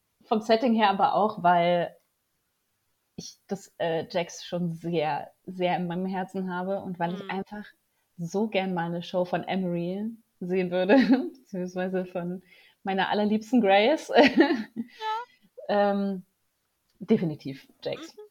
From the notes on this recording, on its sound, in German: Leider waren die technischen Probleme dieses Mal besonders hartnäckig